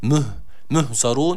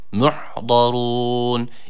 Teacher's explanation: sakin olan ha harfine dikkat edelim. Bunu he ile okumayalım. · Shown in: second take · Müh, muhzarun yanlış okuyuş olur.